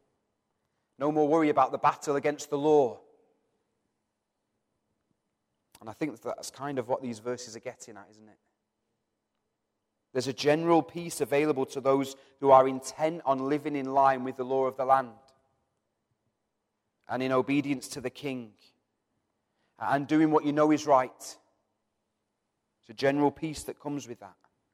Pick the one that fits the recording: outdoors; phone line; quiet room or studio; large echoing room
large echoing room